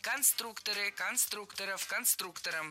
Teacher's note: В слове «конструктор», опять же, ударение не меняется. Всегда сохраняется на «у» во втором слоге. Конструкторы, конструкторов, конструктором.